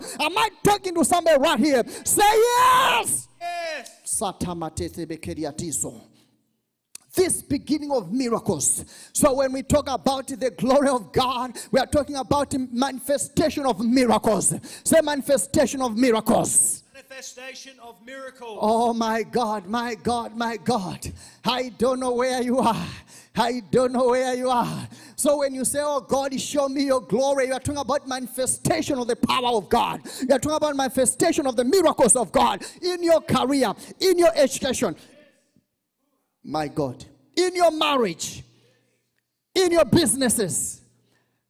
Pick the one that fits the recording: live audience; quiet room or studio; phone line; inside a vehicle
live audience